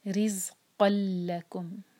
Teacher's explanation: دو letters ہیں تنوین کے بعد جب لام آئے یا پھر را آئے، تب ہم کرتے ہیں ادغام بغیر غنہ کا، یعنی کہ نون کی آواز نہیں آئے گی اس میں، آواز کو ہم ناک میں نہیں لے جائیں گے. قاف کو سیدھا لام سے کنیکٹ کریں گے. رز قل لکم، یہاں پہ قن آواز نہیں آئے گی، قل ڈائریکٹ کنیکشن ہے، ادغام بغیر غنہ کا.